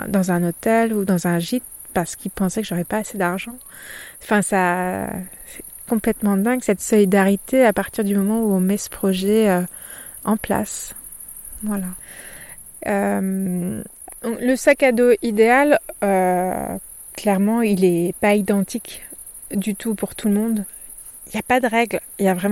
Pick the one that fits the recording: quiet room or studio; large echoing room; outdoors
outdoors